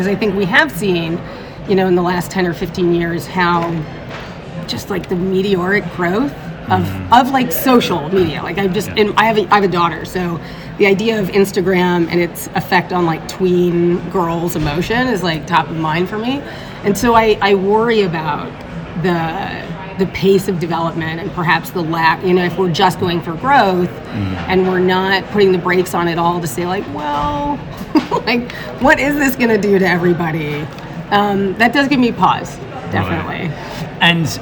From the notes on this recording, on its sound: Recorded live at the UXDX conference in New York in May 2023.